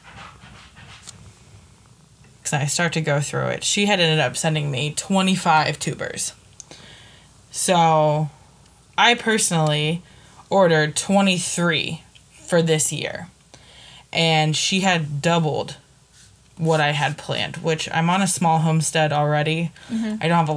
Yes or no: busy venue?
no